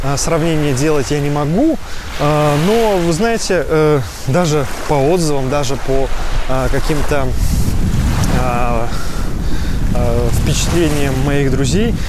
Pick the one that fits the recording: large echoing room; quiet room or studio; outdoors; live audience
outdoors